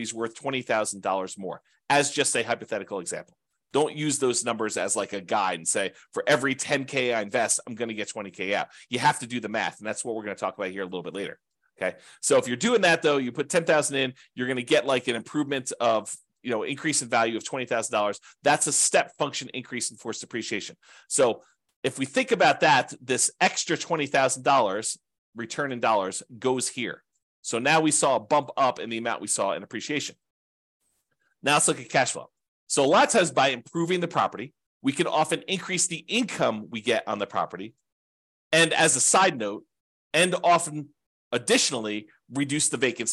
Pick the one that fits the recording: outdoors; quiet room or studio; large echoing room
quiet room or studio